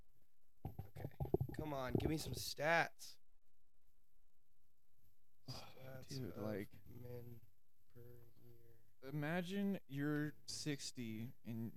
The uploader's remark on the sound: Unfortunately there was a lot of trouble with the audio, so I had to cut the majority of the episode. Don't use headphones.